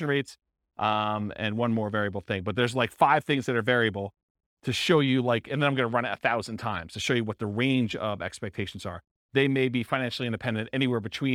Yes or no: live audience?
yes